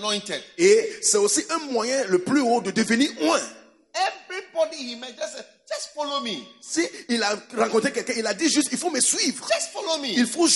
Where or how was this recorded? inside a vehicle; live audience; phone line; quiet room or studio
live audience